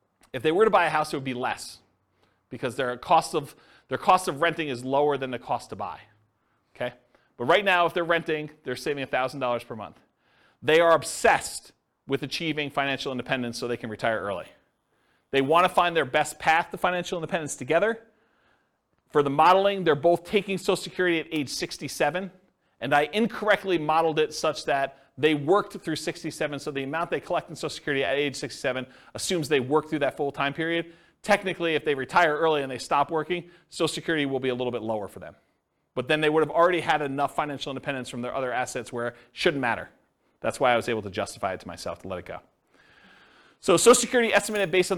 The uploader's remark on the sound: This was a live class recorded